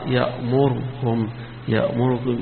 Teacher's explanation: يخفف الضمة شوية اللي يسموها الاختلاس، اختلاس الضمة يعني ما يقرأهاش كاملة، ما يقرأهاش كاملة، ده ما يقرأ تلتينها فقط. الفرق بين